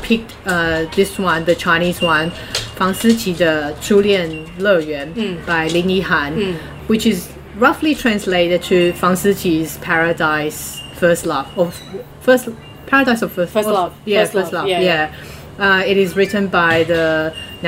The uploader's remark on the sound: (Please enjoy the therapeutic sound of this episode's surrounding, and excuse the noise in the background, LOL).